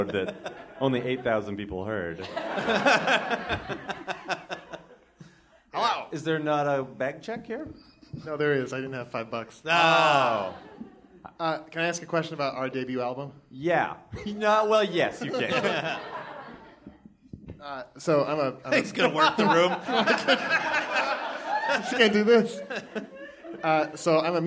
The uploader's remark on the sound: Recorded live from Very Very Fun Day in Chicago at Thalia Hall on February 11, 2017.